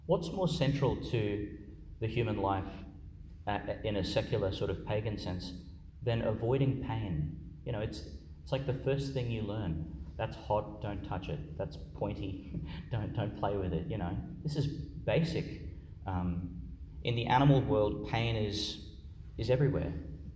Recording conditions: large echoing room